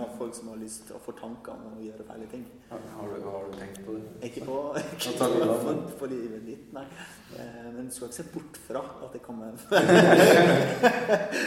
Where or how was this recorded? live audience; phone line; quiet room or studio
live audience